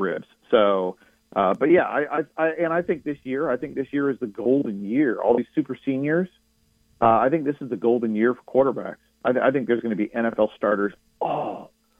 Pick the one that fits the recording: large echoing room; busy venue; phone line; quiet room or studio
phone line